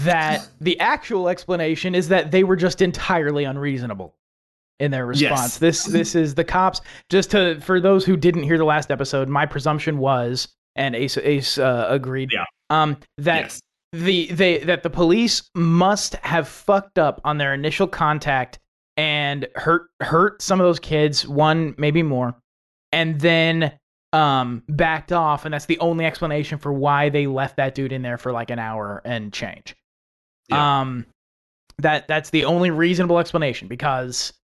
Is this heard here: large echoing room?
no